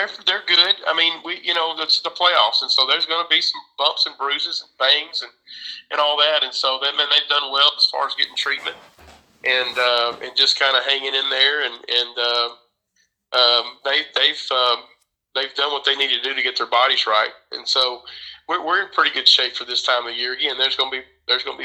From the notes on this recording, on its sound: This interview was recorded via phone